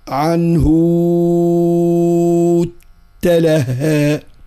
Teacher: أي في مذهب البزي فانه كان يصل الهاء بواو مع تشديد التاء بعدها، لأن التشديد عارض والباقون يختلسون الضمة والكسرة. · Term: المد الطويل